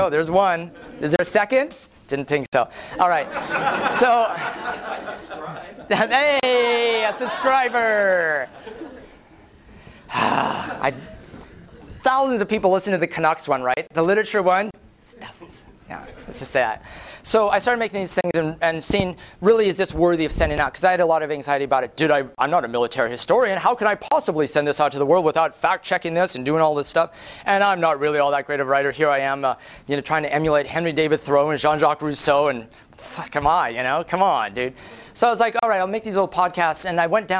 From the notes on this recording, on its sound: Prezo audio from Northern Voice, 2009. Lively mixed-media presentation.